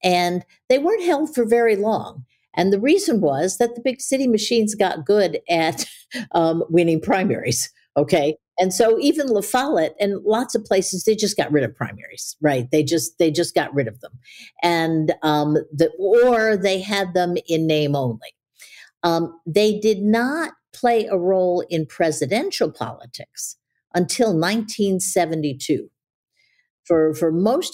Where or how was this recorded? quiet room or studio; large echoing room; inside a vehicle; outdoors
quiet room or studio